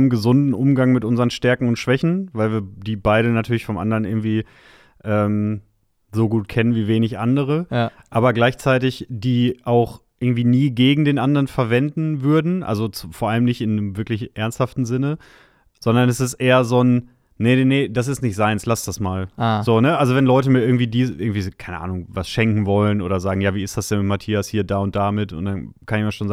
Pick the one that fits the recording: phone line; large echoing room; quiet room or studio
quiet room or studio